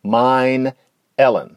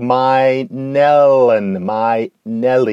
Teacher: after mine becomes my, then mine Ellen starts sounding like my Nellen